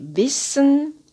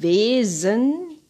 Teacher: Stimmloser Laut S wie Wissen, stimmhafter Enge laut S wie Wesen